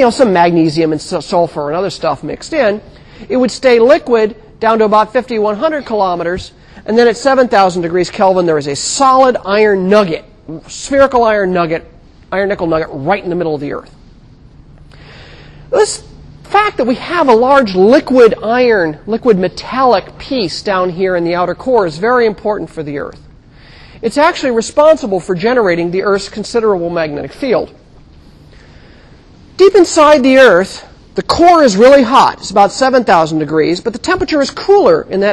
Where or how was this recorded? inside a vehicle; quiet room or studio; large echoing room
large echoing room